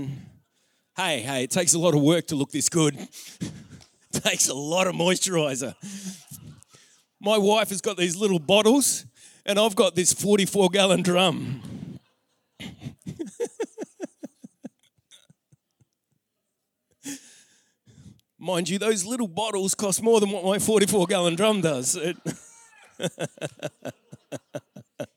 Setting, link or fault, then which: setting, live audience